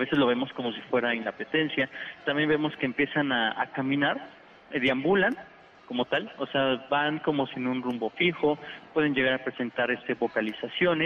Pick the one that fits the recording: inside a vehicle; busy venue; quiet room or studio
busy venue